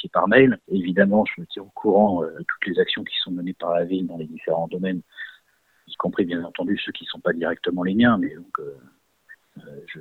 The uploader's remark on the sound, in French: nous avons joint par téléphone